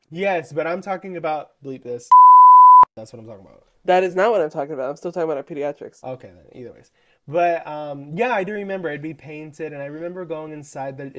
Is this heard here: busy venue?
no